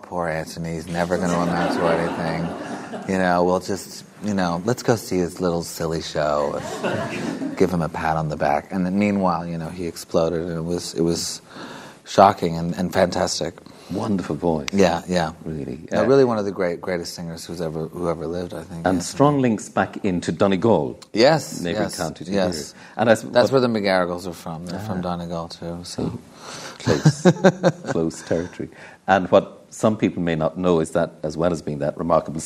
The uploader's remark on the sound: In the Model Arts Centre, Sligo, as part of Sligo Live 2015 in assocation with the US Embassy's Creative Minds Series.